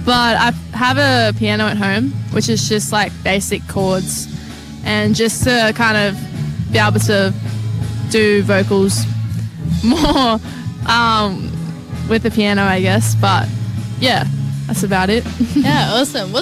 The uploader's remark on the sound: Today we will be featuring the Outside Live Broadcast from the music festival.